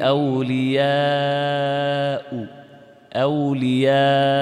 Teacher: بضم خفيف، بصوت خفيف تضعف الحركة